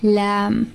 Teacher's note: Lam is an empty letter, so the tongue needs to be flat. Lam. And when I say Al, it's gotta be flat, not Al.